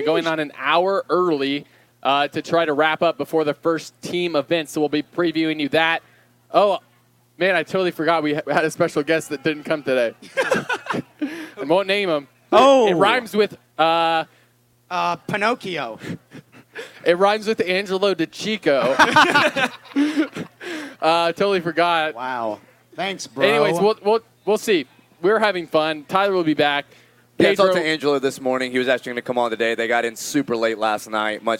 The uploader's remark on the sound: TYR Wodaplooza Gameday // Friday // Shut Up & Scribble LIVE From MIAMI